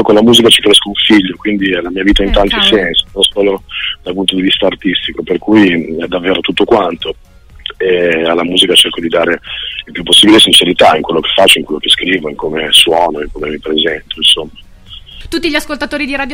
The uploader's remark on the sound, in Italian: è stato al telefono con me su Radio Danza per chiacchierare in diretta